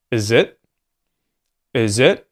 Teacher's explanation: we could potentially turn the I sound in it into a schwa as well. So you may hear just, is it?